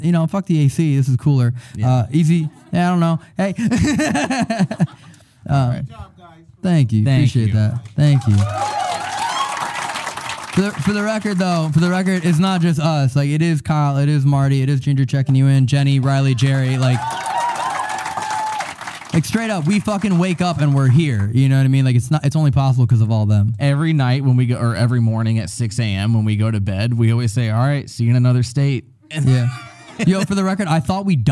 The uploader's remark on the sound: LIVE at Haunted Farrar Schoolhouse